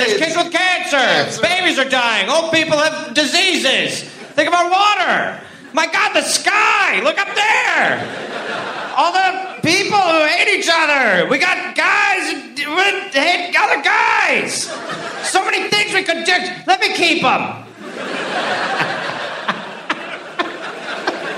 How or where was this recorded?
live audience